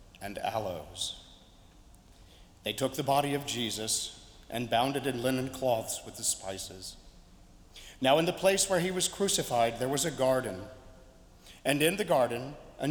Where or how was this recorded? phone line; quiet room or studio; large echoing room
large echoing room